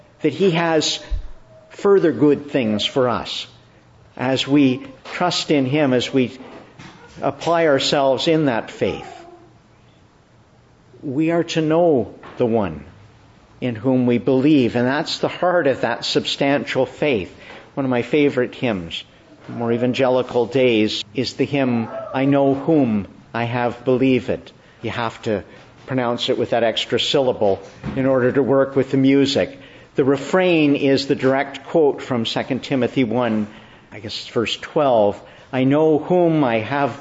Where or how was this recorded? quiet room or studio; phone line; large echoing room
large echoing room